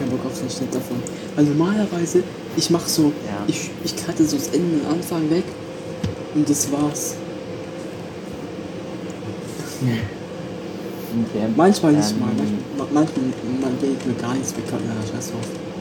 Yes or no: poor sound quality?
yes